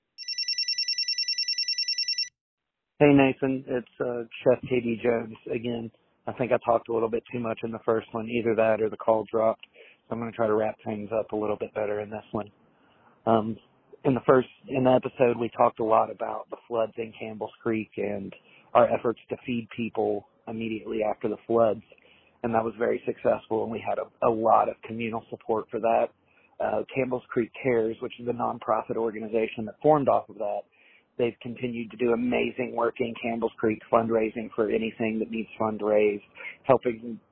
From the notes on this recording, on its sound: takes phone calls from previous guests